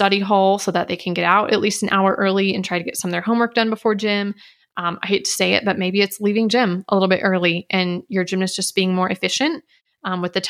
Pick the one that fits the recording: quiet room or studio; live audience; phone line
quiet room or studio